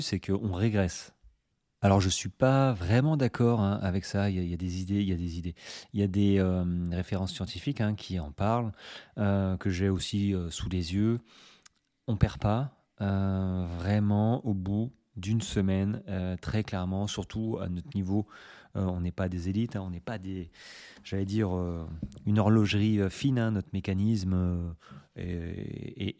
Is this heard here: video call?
no